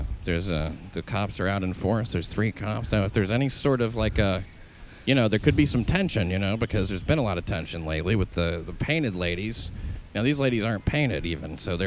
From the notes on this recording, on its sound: GoTopless Day - ON LOCATION. March topless from Columbus Circle through Times Square and finally to Bryant Park where they congregate in a topless rally. Agreed to meet up and go to Columbus Circle to walk along, talk to some of the paricipants.